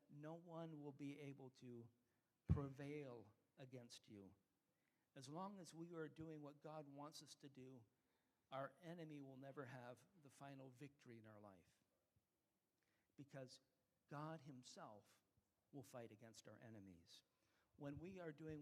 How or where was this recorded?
large echoing room